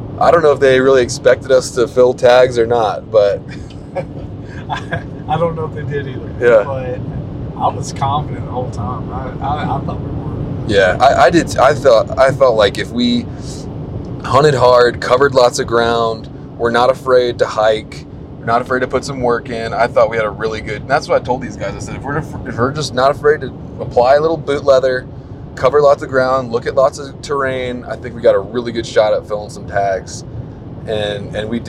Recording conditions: background noise